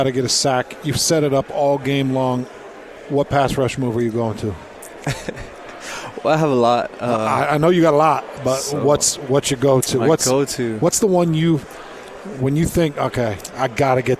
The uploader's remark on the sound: live from Pac-12 Media Day